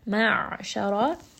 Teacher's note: ayn from the middle of the throat. Ra is going to be heavy.